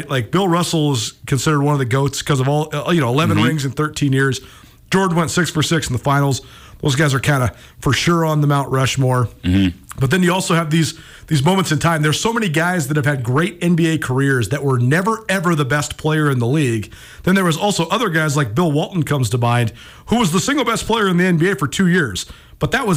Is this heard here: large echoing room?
no